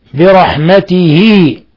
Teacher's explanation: برحمته، لاحظوا الصلة، صلة صورة، يعني أشبعنا الكسرة فصارت ياء تمد مقدار حركتين